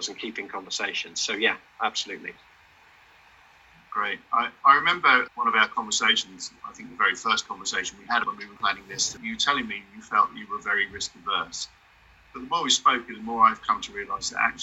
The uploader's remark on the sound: This interview was recorded at an hgkc round table on Business Risk, and was not conducted live for this podcast.